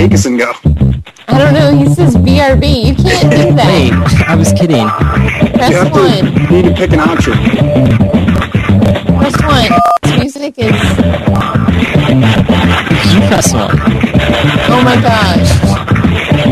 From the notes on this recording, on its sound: Prank Phone Calls